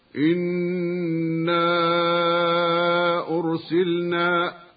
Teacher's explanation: وقد علمنا أنه ينبغي أن نحرص على إظهار سكون لام الفعل الواقعة قبل النون، وعلى غنة النون المشددة قبلها